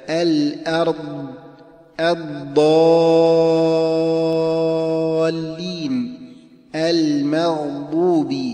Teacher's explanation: فمن حيث الصفة فإن الضاد مستطيلة، أما الظاء فليست كذلك. · Term: الاستطالة